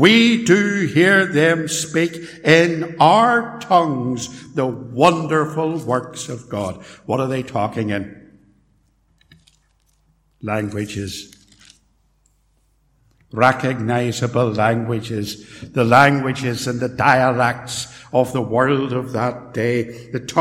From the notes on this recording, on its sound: In this portion of a sermon preached at Templepatrick Reformed Church